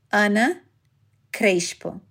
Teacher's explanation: I speak with a Rio accent, so the S before a consonant is pronounced like sh. If I were from São Paulo, it would be pronounced like s.